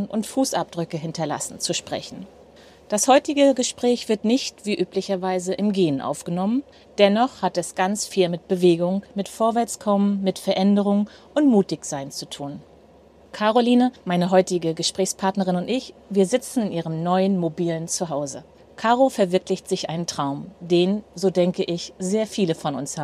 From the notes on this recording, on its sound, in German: Das heutige Gespräch wird nicht – wie üblicherweise – im GEHEN aufgenommen. Das Interview haben wir im Februar im gerade neu erstandenen Van vor ihrer ehemaligen Haustür in Nienhagen (bei Rostock) aufgenommen. Bat ich um eine kleine Zwischenmeldung via Sprachnachricht, die ich ans Ende dieser Episode angedockt habe.